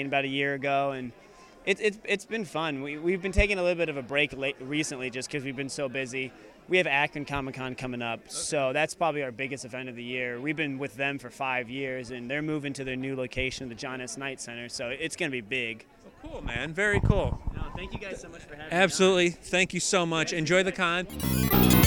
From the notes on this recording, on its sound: N. E. Geek Expo 2016 Street Interviews. The Action Comedy Nerd Show live show appeared at the N.